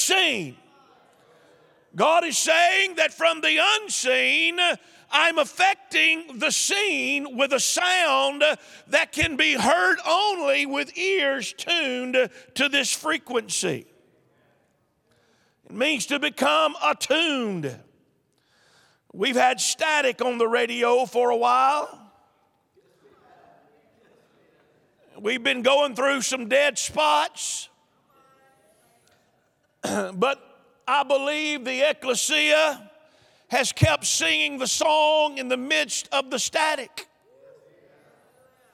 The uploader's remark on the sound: Recorded live on 3/20/22. The Oasis Church, Middletown Ohio.